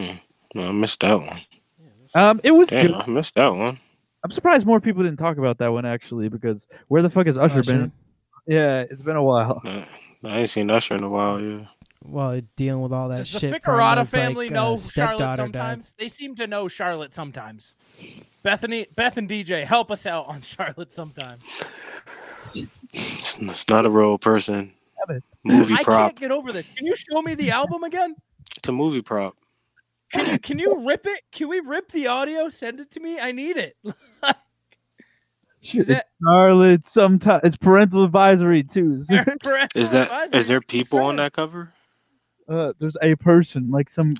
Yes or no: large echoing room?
no